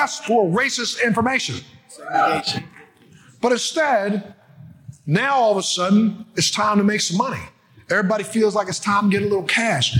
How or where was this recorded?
live audience